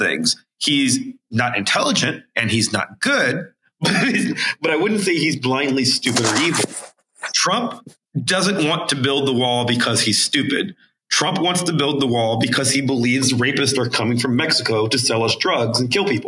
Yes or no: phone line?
no